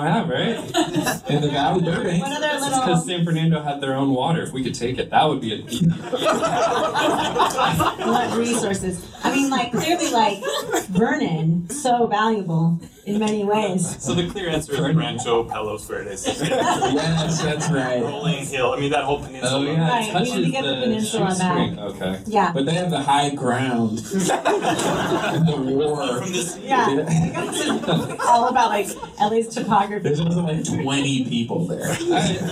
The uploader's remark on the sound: BIG QUESTIONS: LIVE AT UCLA. LA Podcast does its first live show at UCLA's Lewis Center! The audio is not great! The audience brings the heat with some Big Questions!